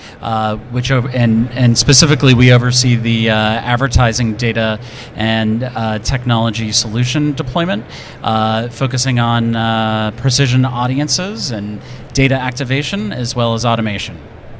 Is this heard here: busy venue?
yes